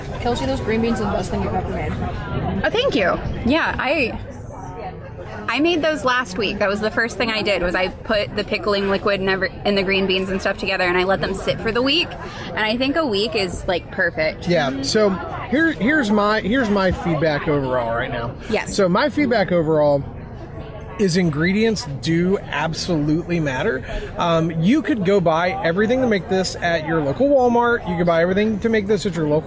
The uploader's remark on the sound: In this live episode, coming to you from our booth at Bridgeport Farmers Market.